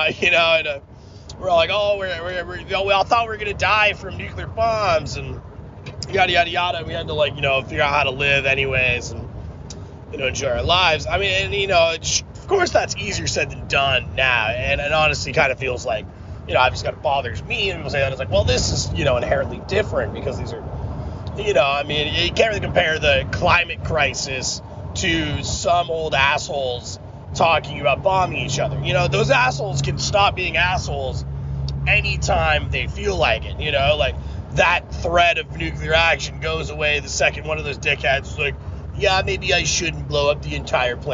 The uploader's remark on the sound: me rambling in the car